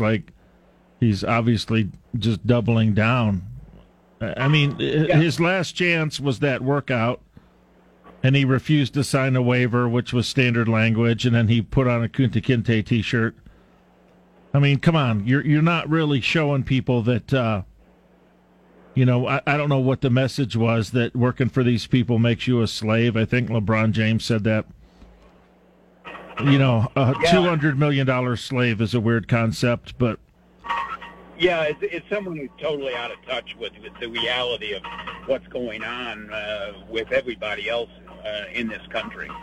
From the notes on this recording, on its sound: takes your phone calls on News Radio KKOB